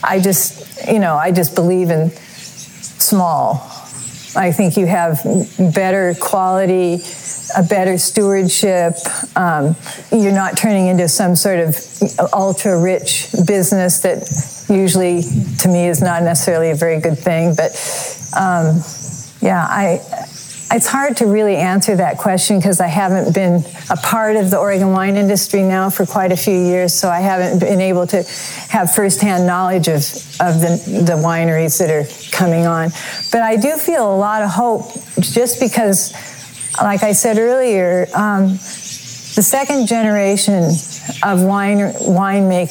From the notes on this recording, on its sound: talked on the terrace outside the home we built together in 1971, which sits on top of our original winery